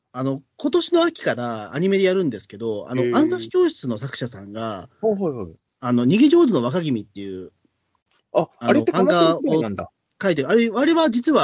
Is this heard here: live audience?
no